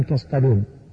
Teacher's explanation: وصف الصاد وأعطها حقها إذا سكنت عند الطاء وإلا صارت سينا